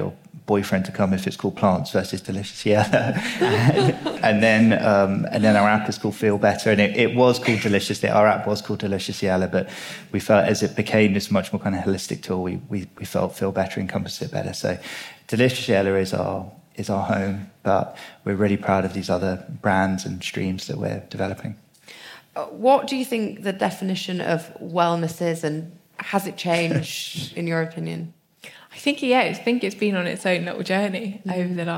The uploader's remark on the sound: the first ever live recording of the feel better podcast